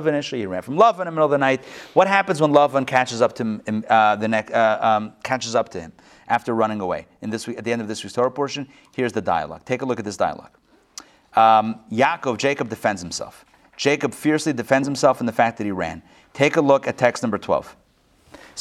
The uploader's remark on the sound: Recorded live at the Intown Jewish Academy.